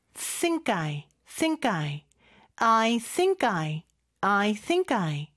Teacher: 요게 I하고 연음이 되면서 크 발음은 쌍기역 발음으로 발음해 주시면 조금 더 편리합니다. think I, think I, I think I, I think I 이렇게 되는 거죠.